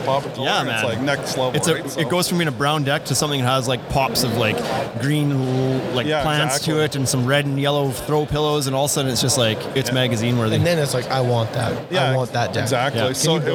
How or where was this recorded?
busy venue